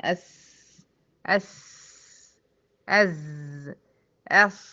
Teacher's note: طرف اللسان ما بين الثنايا العليا والسفلى قريبة الى صفحة الثنايا السفلى، الصاد والسين والزين